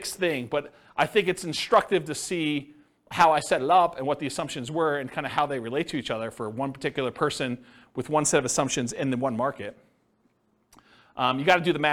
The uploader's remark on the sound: This was a live class recorded